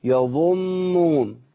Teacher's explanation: كتير من الناس بيضخم النون يقول ايه يظنون.